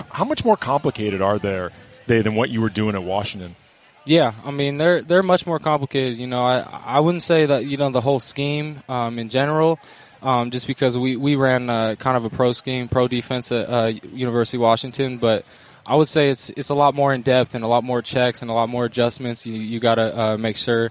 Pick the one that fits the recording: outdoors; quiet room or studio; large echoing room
outdoors